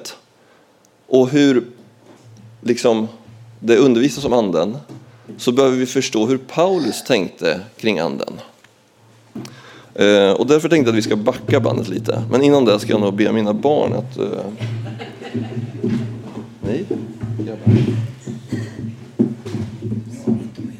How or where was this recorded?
large echoing room